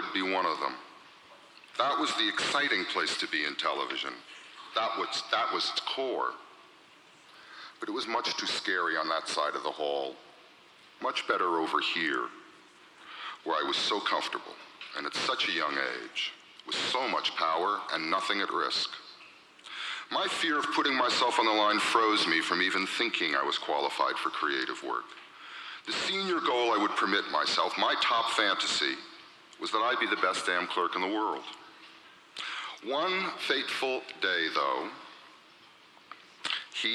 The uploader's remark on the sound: recorded in 1992 at the Academy of Achievement Summit in Las Vegas